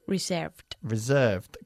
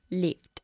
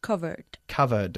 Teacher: Y ahora, si el verbo regular acaba en un sonido de consonante débil, suave, se pronuncia la ED más suave. Como si fuese una D solo. Y una vez más, no pronunciamos la E.